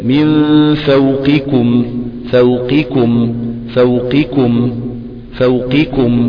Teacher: في تقارب في المخرج، الاثنين من منطقة الاقصى، اقصى اللسان، مخرج اقصى اللسان، مفروض القاف والكاف. · Term: المتقاربان الكبير